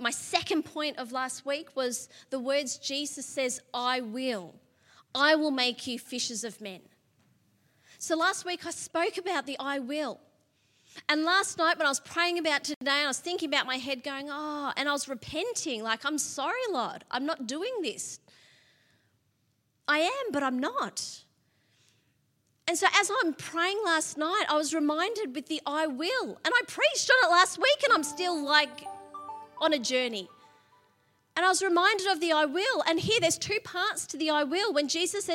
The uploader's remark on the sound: LIVE at Echo Church